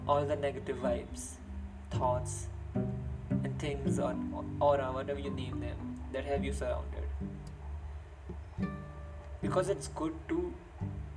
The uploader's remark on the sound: SORRY IF YOU HERE BACKGROUND NOISES BUT THE REASON FOR THIS IS THAT I DONT HAVE A MIC TO RECORD WITH. THIS WAS THE BEST QUALITY I COULD PRODUCE THROUGH MY PHONE AND THROUGH EDITING IT.